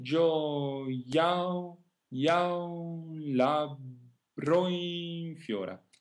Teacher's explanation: Gio is fine, ya, the I turns into a consonant. So we only have two phrasal diphthongs, the A to U and the O to I.